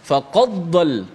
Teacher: kalau kita buat sekali laju dengan dengan tak beri perhatian dia akan bunyi macam idgham